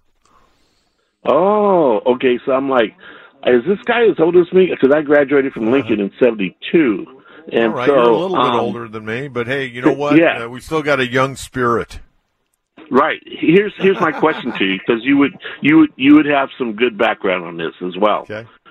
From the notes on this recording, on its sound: takes your phone calls